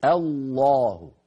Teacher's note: فلما نقول الله صار لفظ الجلالة قبله همزة مفتوحة أ، فعندئذ تفخم لامه ونقول الله.